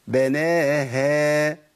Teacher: بناها كده فخمنا الهاء، لأن الألف يقبل التفخيم لكن الهاء لا تقبل التفخيم. الألف لو جه بعد مفخم يفخم، لكن الهاء ما عنديش، أنا ما عنديش ليها كلام لأهل العلماء بيقول إن الهاء تفخم إذا جاء بعدها ألف.